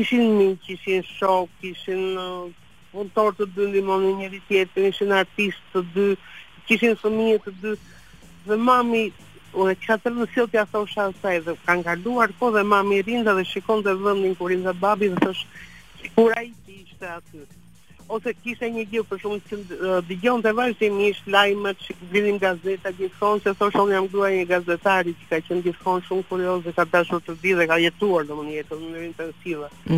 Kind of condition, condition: link, phone line